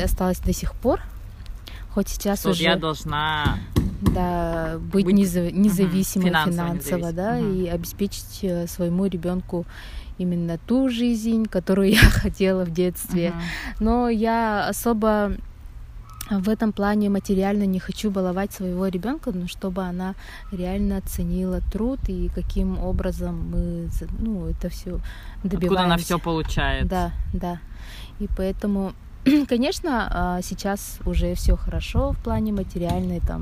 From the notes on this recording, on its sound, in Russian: Сегодняшний выпуск наполнен кучей лишних звуков и шумов